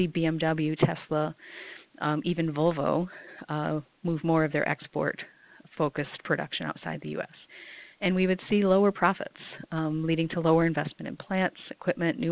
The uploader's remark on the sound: for a conference call